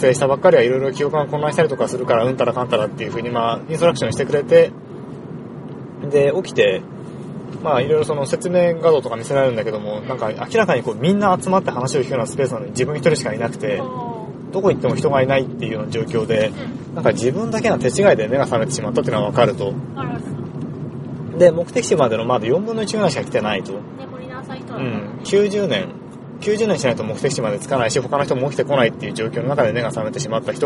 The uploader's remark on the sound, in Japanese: 映画「パッセンジャー」を観に行った帰り道での収録です。